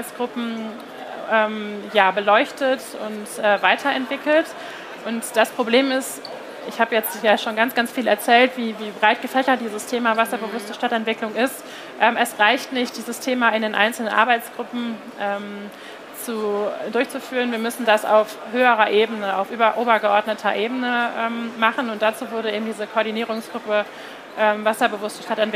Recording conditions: busy venue